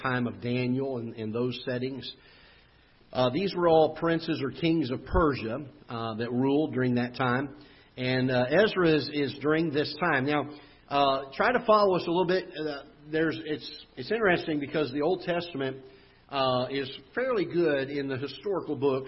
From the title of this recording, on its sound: Ketha Heights Baptist Church ~ Live Broadcast